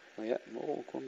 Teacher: ويأمركم بالاختلاس، اختلاس ضمة الراء، أو بإسكانها ويأمركم لكن مع تحقيق الهمزة.